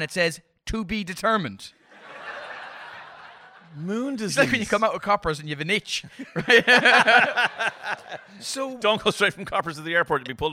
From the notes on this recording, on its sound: Before the launch of season 4, we present a bonus live episode! Recorded in the lovely surrounds of Smock Alley Theatre in Dublin.